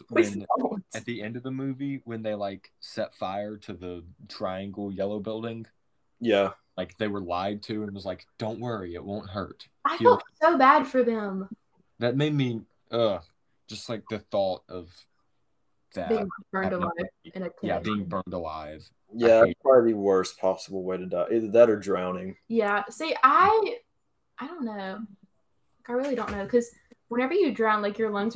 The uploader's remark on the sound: Sorry for the relatively poor audio quality. We had some technical difficulties due to having to record this episode remotely.